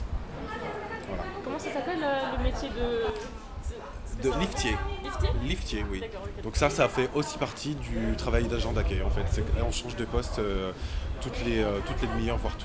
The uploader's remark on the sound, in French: Pour cet épisode spécial fête, nous étions en direct ! Accompagné de nombreux membres de Radio Campus Paris, tout s’est déroulé en direct depuis le bar “Le Barbier de Bastille”.